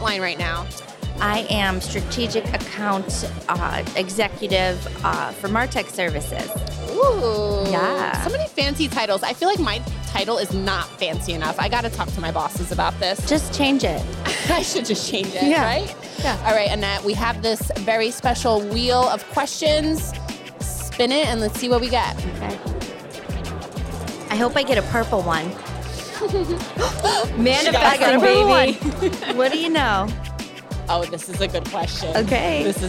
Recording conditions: busy venue